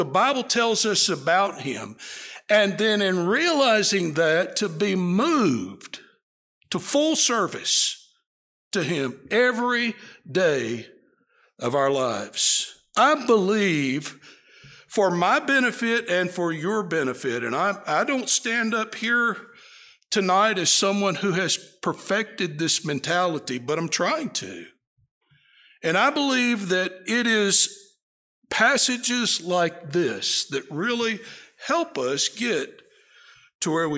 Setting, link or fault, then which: setting, large echoing room